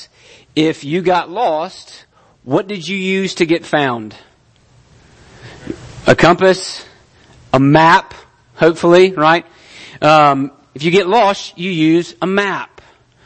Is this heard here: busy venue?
no